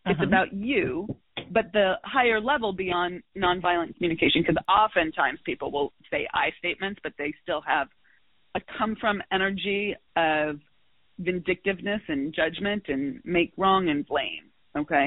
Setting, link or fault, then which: link, phone line